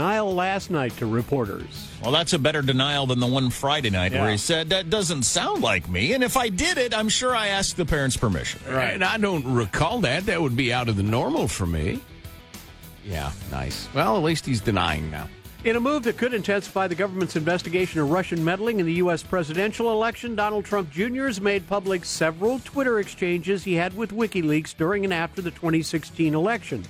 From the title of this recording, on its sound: We taking phone calls again?